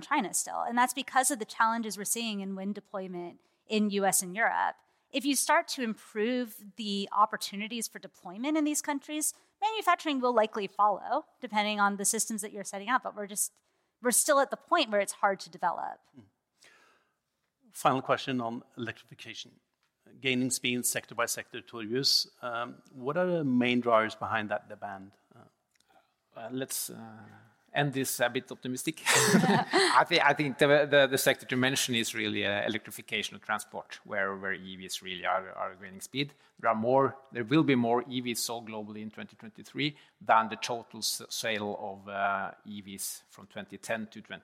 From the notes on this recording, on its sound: This episode is a live recording from the annual Statkraft conference in Oslo in June 2023.